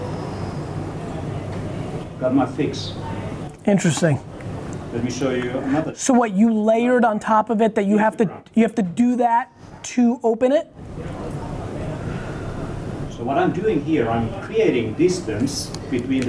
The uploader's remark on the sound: LIVE FROM HELSINKI. Answering questions from local entrepreneurs and creators in Finland.